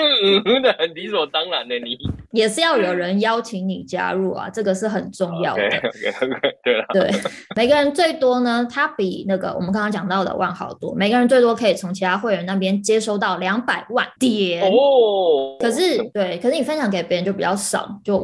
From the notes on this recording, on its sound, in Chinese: 很抱歉這次因為無法克服的原因，因此我們只能線上錄音